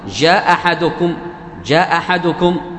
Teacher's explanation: تسمع همزة واحدة، أي الثانية تختفي · Term: إسقاط الهمز